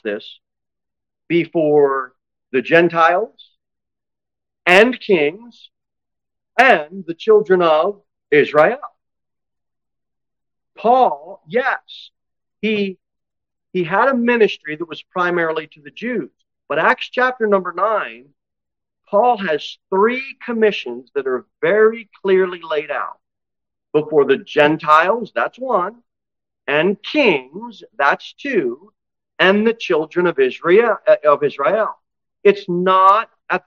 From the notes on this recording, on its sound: Sermon delivered at Pilgrim Baptist Church